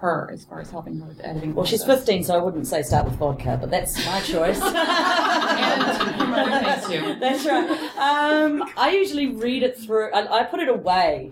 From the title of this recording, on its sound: Live From Balticon!